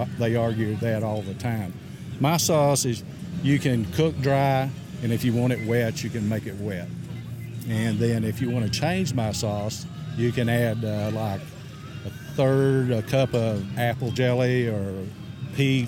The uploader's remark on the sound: This is the third and final episode recorded live that the NBBQA’s annual conference in Kansas City. The last day of the event was a double-headed Steak Cookoff Association competition. Barney Allis Plaza in the middle of down town Kansas City for the NBBQA BBQ Classic!